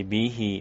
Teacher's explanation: Jadi hi-nya dibaca panjang dua harokat. · Term: mad silah qasirah